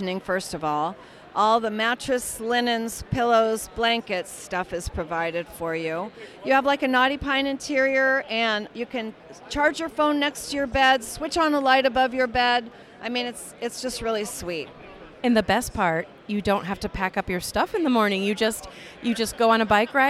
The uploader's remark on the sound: Interviews From the Iowa Bike Expo. Walked around and talked with various people about their business, or reason to be at the Iowa Bike Expo.